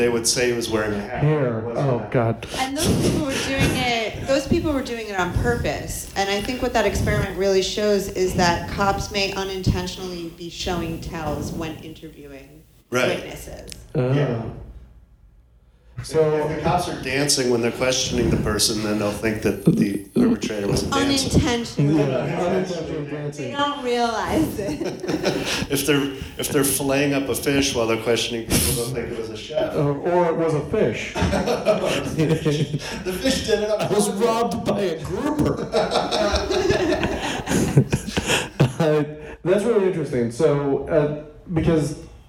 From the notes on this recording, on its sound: Live from The Pack Theater in Hollywood! For a mini-episode as part of the Podcast Party live show.